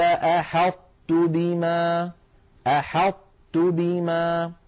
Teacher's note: يدغمون الطاء في التاء، لكنهم لا يدغمونها كلها، بل يبقى من الطاء صفة الإطباق ظاهرة، والإطباق كما مر معنا هو انحصار الصوت بين مقدمة اللسان ومؤخرته عندما يكون اللسان محاذيا لغار الحنك الأعلى.